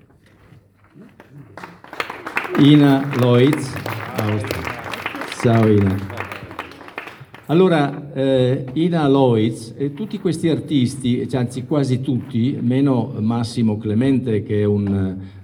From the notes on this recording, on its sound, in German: Diese italienische Ausgabe der Sendung Arte Alpe Adria – momenti di cultura bringt einen Mitschnitt der Eröffnung der Kunst-Ausstellung Mittel-Art 2020 – simbiosi di colore empatico – mostra d’arte contemporanea internazionale .